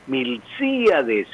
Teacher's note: con acento en la I de sí · Term: esdrújulo